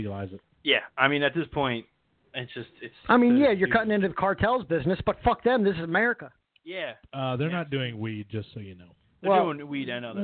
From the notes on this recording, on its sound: Call in from a remote location. Calls in from the 2018 Olympics.